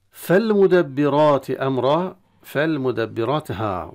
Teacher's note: اللام التعريف لا ندغم في الميم، إنما نظهر، لأن الميم من حروف الإظهار عند اللام التعريف، فتظهر اللام عند الميم.